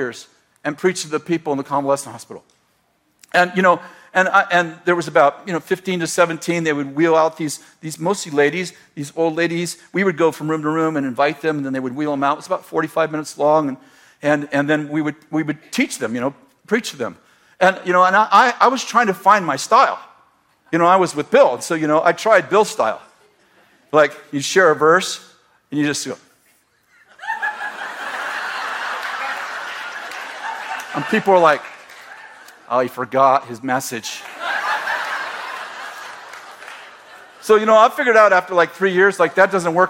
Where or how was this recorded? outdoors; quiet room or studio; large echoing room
large echoing room